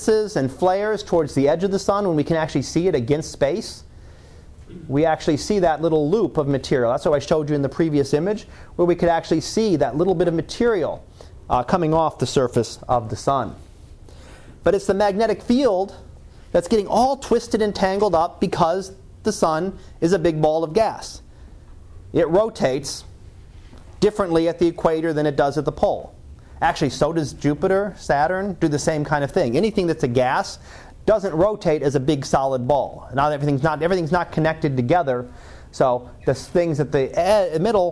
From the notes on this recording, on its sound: Live Class Lecture.